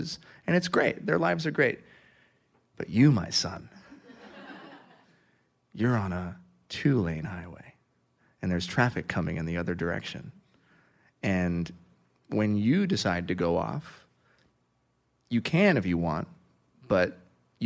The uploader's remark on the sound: LIVE taping. The historic stage at The Hotel Café in front of a live audience.